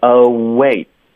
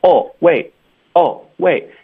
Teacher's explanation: 注意，你的嘴唇会撅起来在结尾有一个呜，你要借用这个已经撅起来的嘴唇推动后面的 wait · Shown in: first take · Term: 连读